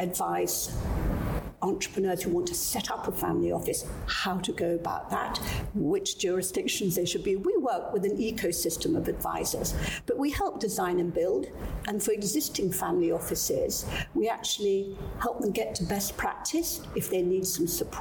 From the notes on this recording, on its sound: Recorded backstage at our 2021 private wealth conference in London.